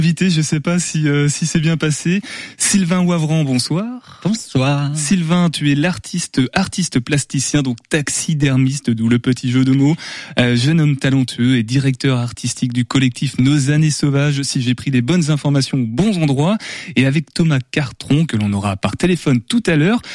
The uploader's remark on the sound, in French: En studio. Par téléphone.